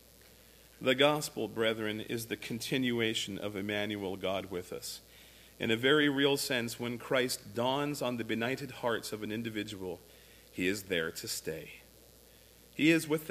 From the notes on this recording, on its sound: A listing of all of the services recorded at Thornville Baptist Church.